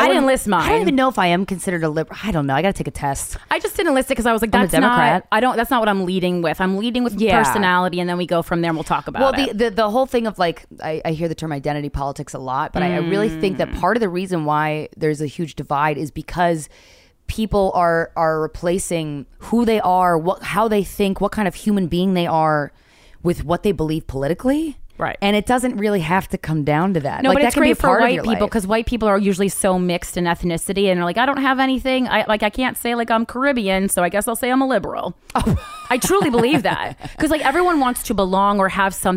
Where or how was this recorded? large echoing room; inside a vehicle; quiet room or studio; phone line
quiet room or studio